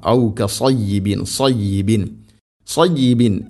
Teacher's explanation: ഇനി അടുത്ത ആയത്തിൽ ഔ കസയ്യിബിൻ മിനസ്സമാഇ, ഔ കസയ്യിബിൻ, കസയ്യിബിൻ സാദ്, സാദ് ഉച്ചരിക്കുമ്പോൾ അത് ഹെവി ലെറ്ററാണ്, ഇസ്തിഅലാൻ്റെ അക്ഷരം, സ്വരഭാരത്തോടുകൂടി ഉച്ചരിക്കേണ്ട അക്ഷരമാണ്. നാവിൻ്റെ മധ്യഭാഗം അണ്ണാക്കിലേക്ക് ഉയർത്തി സ്വരഭാരത്തിൽ ഉച്ചരിക്കണം.